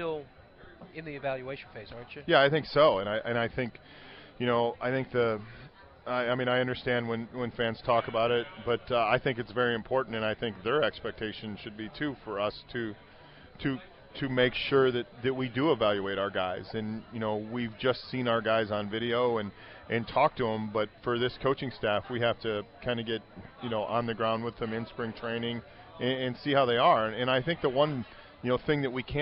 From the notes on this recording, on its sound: LIVE from PiratesFest Friday night at PNC Park